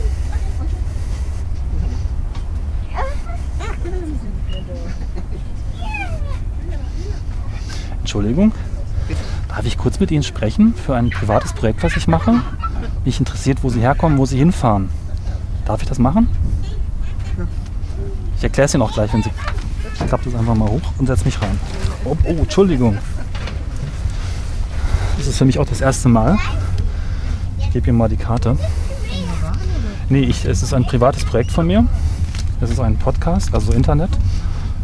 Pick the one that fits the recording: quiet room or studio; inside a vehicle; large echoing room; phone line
inside a vehicle